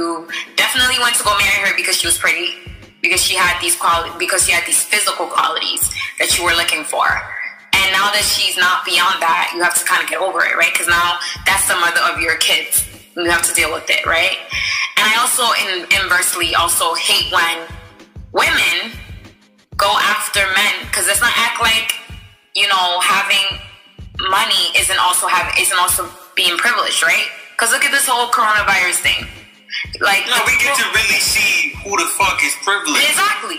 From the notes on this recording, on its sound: bare with us on the audio as we were practicing social distancing